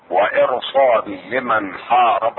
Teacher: وهنا الراء تفخم لأن جاء بعدها حرف استعلاء وهو الصاد